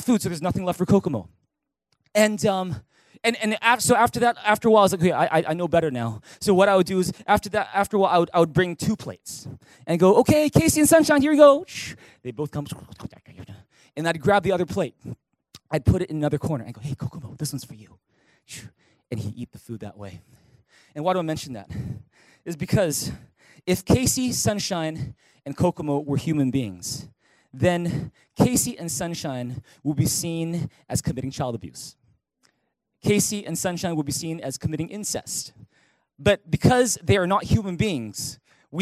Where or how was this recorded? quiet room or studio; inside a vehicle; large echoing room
large echoing room